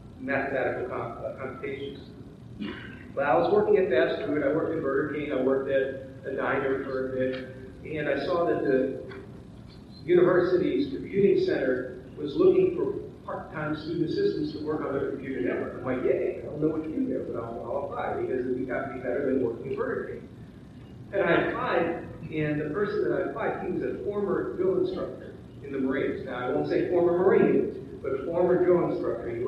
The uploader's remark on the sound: Recorded at the Middle Tennessee Cyber Conference. We had technical issues with the primary video and audio recording so this recording is not quite up to our standards.